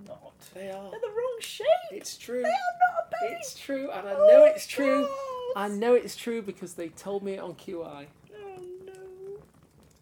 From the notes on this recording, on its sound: Background fire ambience.